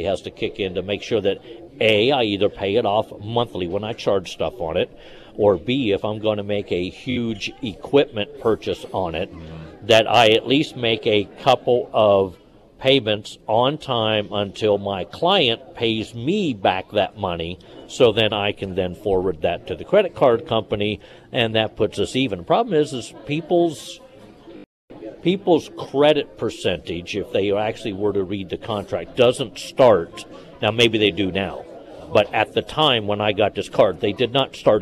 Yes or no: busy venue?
yes